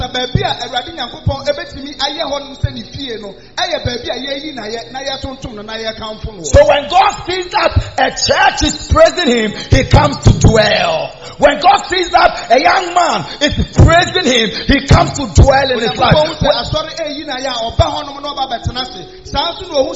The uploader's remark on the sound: Preached At The Miracle Arena